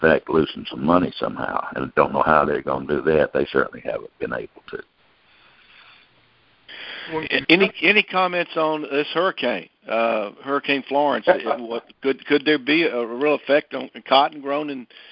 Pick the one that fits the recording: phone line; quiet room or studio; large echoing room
phone line